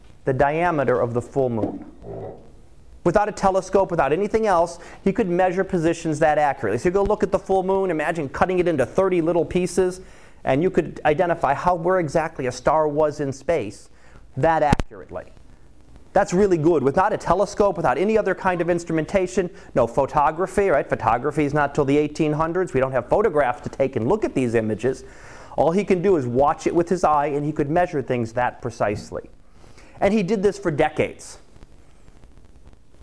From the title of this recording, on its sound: Live Class Lecture